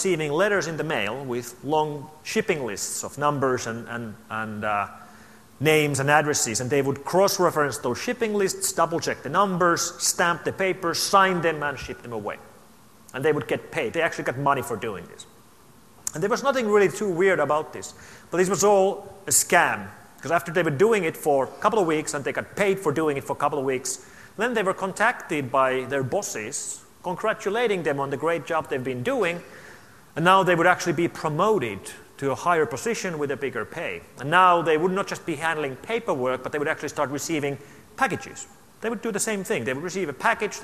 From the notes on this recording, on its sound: opening keynote to the AusCERT 2012 conference